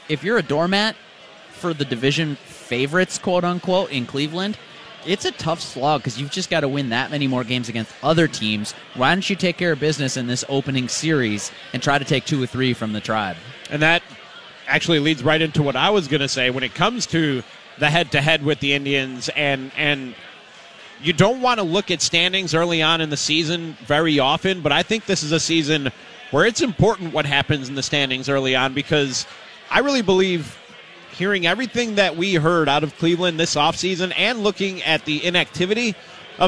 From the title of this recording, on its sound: LIVE from Kieran's Irish Pub